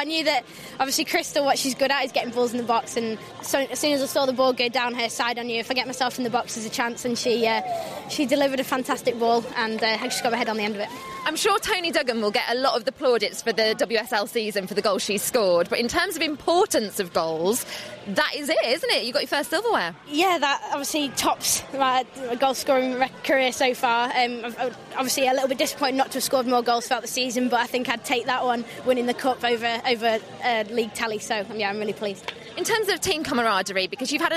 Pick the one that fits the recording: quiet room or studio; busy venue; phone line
busy venue